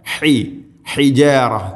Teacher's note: തൊണ്ടയുടെ മധ്യഭാഗമാണ് ഹ, ഹിജാറ